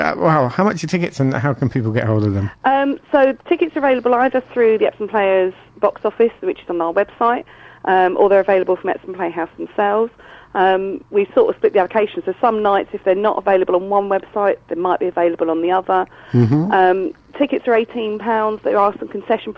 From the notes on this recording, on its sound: joined on the phone